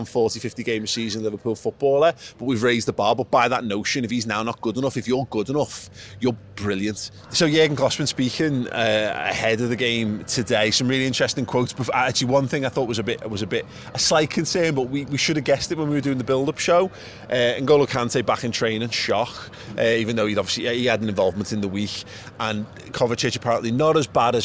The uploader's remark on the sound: outside Wembley Stadium the day before the FA Cup Final